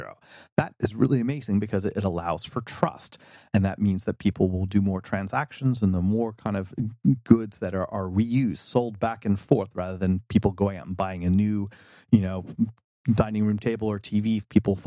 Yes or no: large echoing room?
no